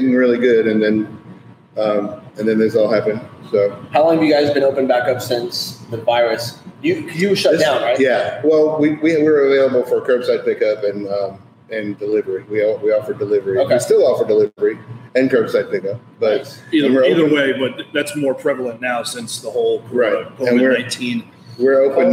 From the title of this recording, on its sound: On Location: Makers Craft Brewery